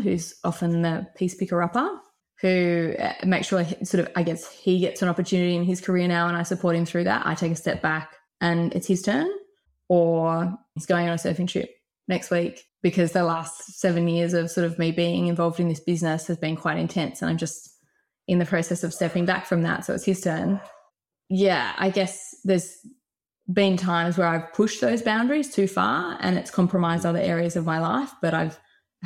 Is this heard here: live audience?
no